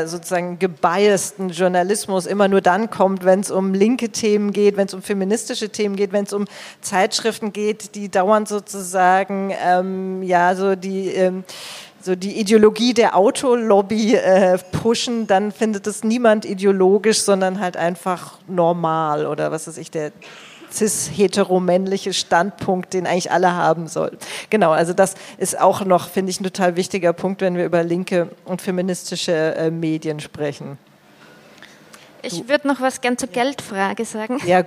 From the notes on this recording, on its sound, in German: wurde auf unserer Geburtstagsfeier im Berliner Club SchwuZ aufgenommen